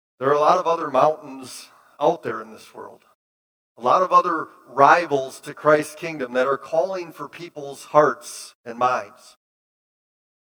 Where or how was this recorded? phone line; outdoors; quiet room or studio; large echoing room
large echoing room